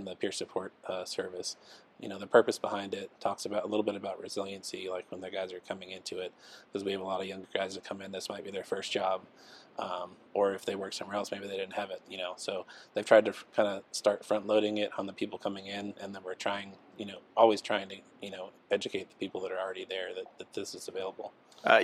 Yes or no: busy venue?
yes